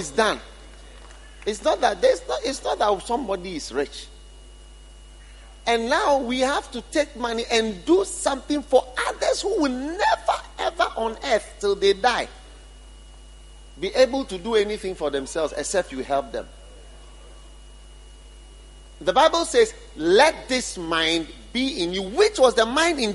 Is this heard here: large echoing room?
yes